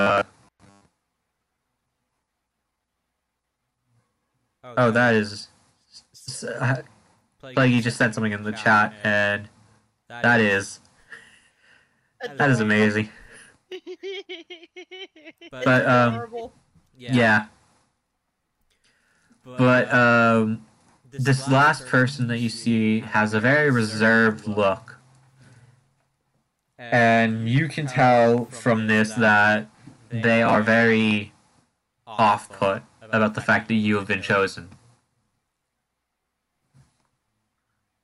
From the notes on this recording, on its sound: there are audio issues in the first few episodes